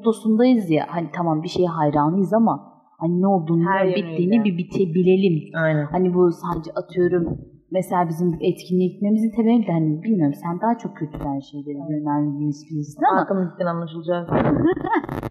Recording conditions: poor sound quality